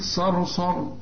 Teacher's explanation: صرصر الصاد مفخمة، الراء الأولى مفخمة لأن قبلها مفتوح، الراء الثانية ترقق عند الوصل إنما تفخم عند الوقف لأن قبلها مفتوح برضه، يعني تقول صرصر.